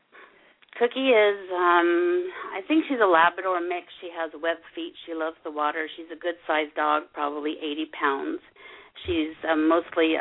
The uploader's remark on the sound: open up the lines for listeners to call